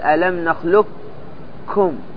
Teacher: الوجه الأول الإدغام المحض الكامل، الإدغام الكامل بحيث تأتي بالكاف فتقول: ألم نخلقكم، هذا إدغام كامل تأتي بالكاف مشددة